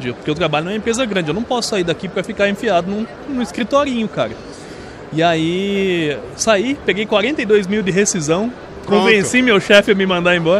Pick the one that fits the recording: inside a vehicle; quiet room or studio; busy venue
busy venue